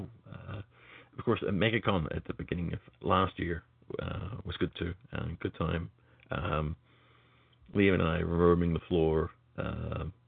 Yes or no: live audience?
no